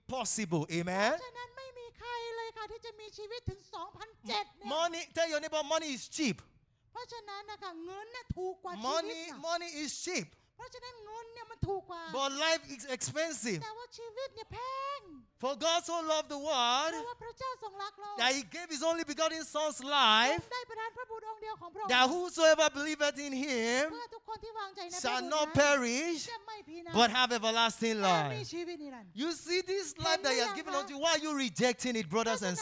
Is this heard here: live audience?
yes